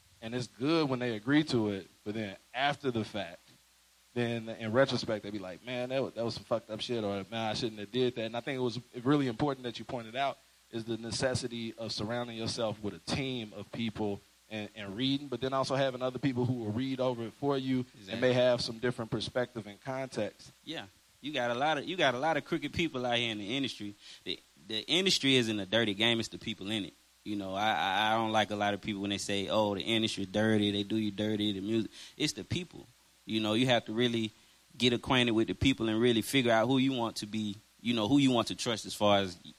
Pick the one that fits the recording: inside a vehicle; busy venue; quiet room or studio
busy venue